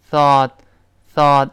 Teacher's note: 把这个 o 在美音中变化成啊啊，哎，就有点像叹气啊这么一个声音